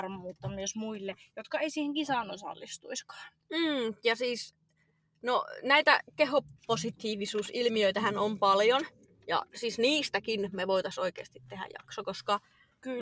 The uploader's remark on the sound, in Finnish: Ettei jaksosta spesiaali puutu on tämä äänitetty autossa.